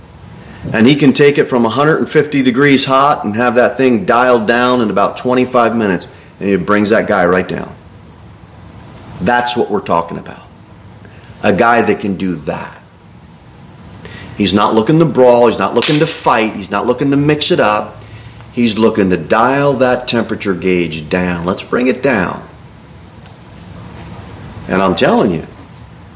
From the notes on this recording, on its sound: Sermon delivered at Pilgrim Baptist Church